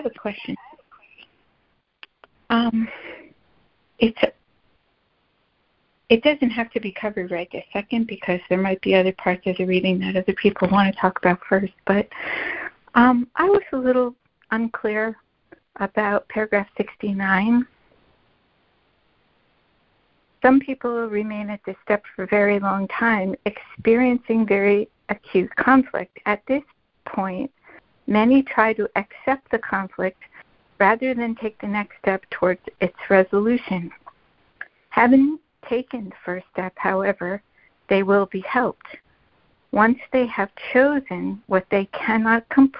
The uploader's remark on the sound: ACIM Daily Conference Call.